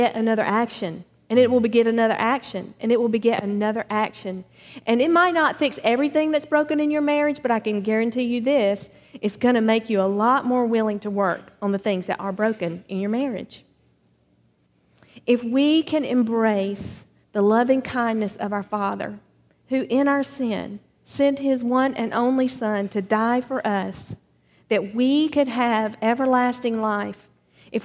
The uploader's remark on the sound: Recorded on November 5, 2017 at Graceland Baptist Church in New Albany, Indiana.